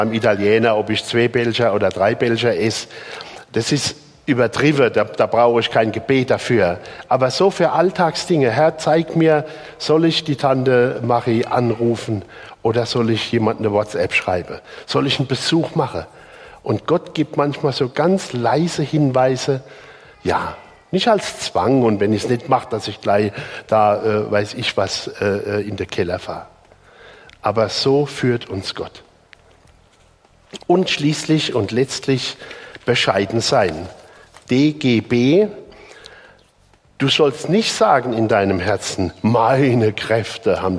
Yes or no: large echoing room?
yes